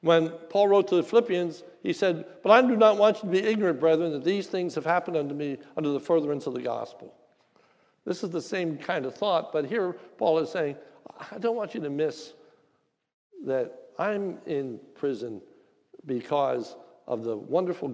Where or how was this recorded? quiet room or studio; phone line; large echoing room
large echoing room